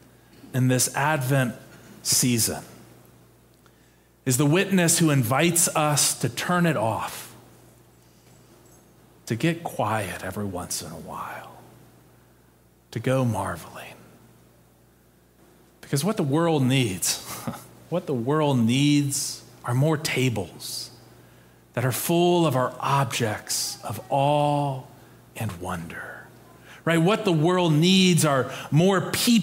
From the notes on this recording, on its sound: Preached on November 27, 2022, in our Sanctuary and MorningSong worship services.